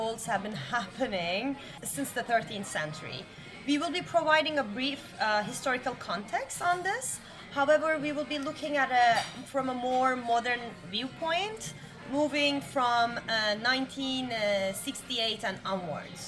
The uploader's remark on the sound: We recorded this episode on 2 December 2023, at Paradis du Fruit . At Paradis du Fruit.